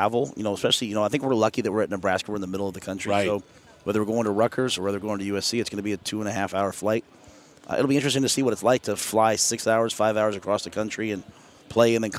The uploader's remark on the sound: Live on …'s Korner from Lucas Oil Stadium. The Capital One Orange Bowl Media Tour presented by Duffy’s Sports Grill heads to Big 10 Media Days in Indianapolis.